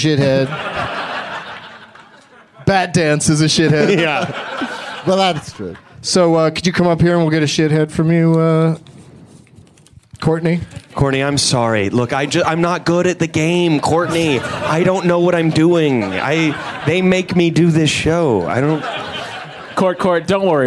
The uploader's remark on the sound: Live from Zanies Comedy Club in Rosemont, IL.